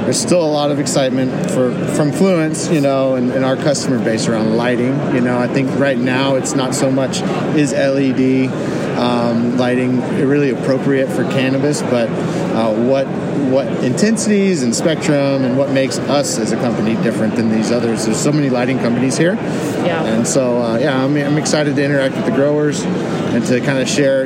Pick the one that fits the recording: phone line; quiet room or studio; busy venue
busy venue